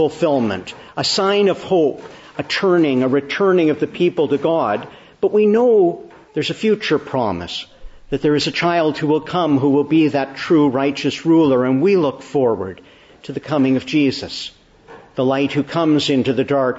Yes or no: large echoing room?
yes